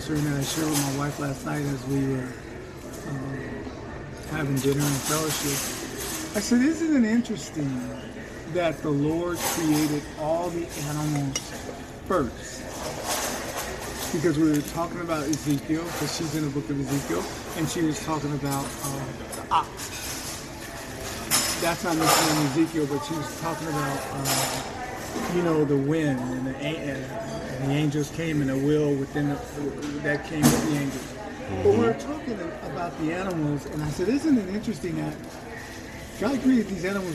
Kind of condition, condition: setting, busy venue